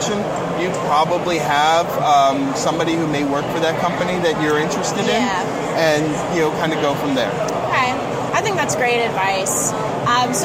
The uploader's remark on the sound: We sat down (or rather, stood and leaned against a wall away from noise). Interesting talks at RSA.